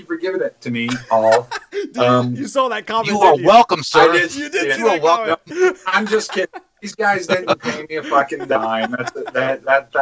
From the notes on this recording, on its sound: This was filmed live so the audio is a little off